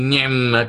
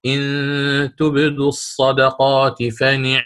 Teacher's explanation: يجب علي أن آتي بالعين ساكنة · Shown in: second take